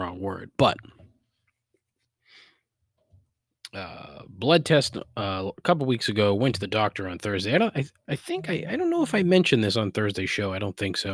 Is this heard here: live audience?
no